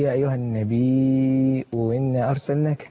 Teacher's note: سيكون هناك همزتان، همزة مضمومة وهمزة مكسورة.